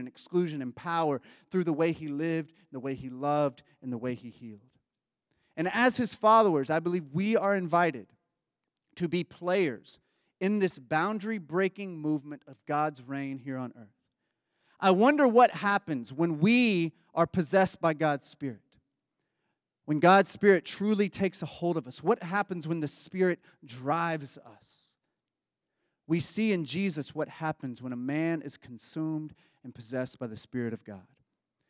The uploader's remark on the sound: Embrace Sunday Gathering (January 21, 2024 at 11am) Embrace Church, Lexington, KY.